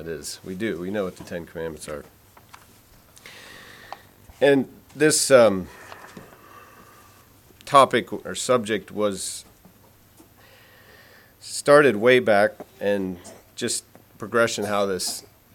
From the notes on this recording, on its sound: Message preached at Word of Hope on March 12, 2023